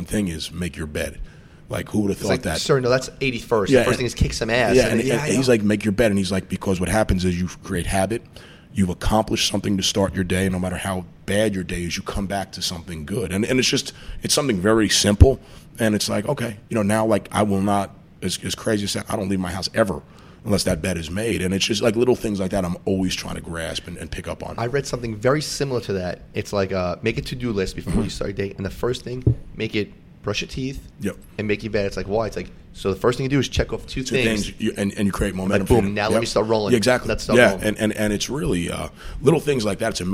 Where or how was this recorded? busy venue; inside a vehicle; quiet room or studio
busy venue